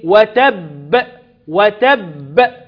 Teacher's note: وتب عندي الباء لما بسكنها في الوقف عندي الباء مشددة، فالمشدد الموقوف عليه نقف عليه بقلقلة كبرى، قلقلة من الدرجة الأولى